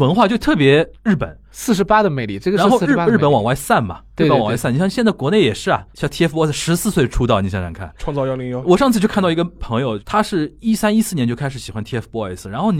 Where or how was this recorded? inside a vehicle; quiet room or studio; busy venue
quiet room or studio